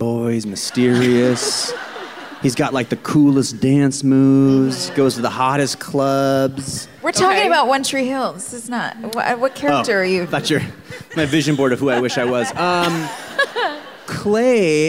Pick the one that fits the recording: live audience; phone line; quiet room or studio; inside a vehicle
live audience